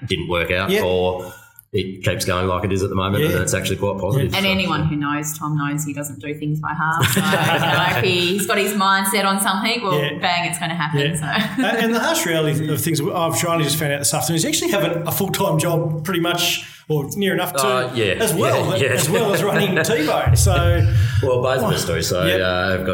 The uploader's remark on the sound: If you haven't been to Hobart. A rare "live in venue" recording.